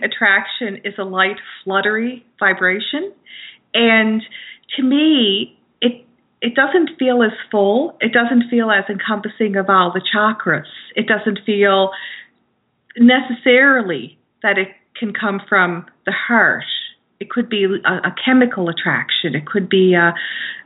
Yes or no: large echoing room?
no